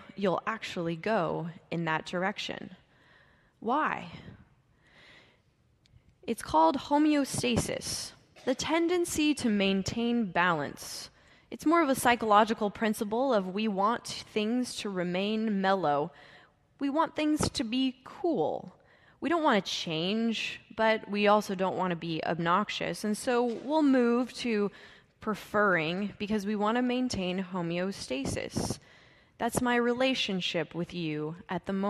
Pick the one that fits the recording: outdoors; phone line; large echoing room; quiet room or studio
large echoing room